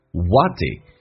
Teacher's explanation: what's 跟 it 有一个连音叫 what it 的 t 去掉